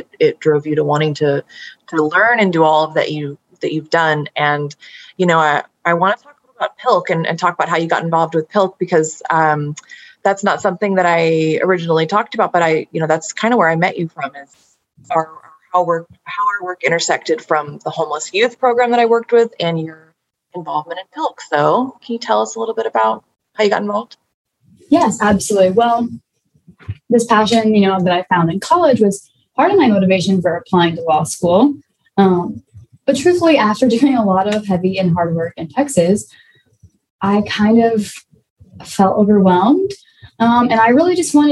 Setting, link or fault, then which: link, video call